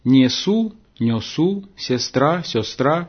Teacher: наличие безударного «о» после мягких согласных · Term: йоканье